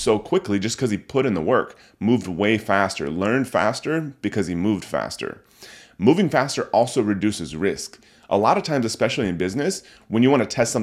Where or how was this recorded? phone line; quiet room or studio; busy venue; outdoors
quiet room or studio